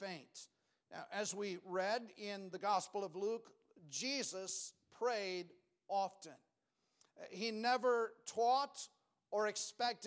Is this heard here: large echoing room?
yes